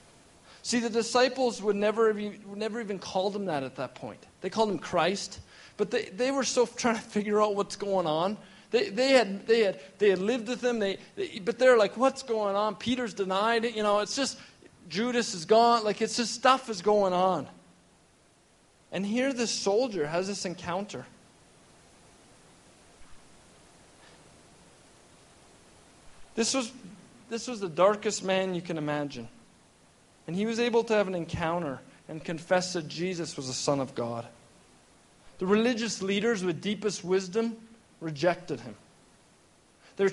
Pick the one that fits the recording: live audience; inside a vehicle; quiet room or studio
live audience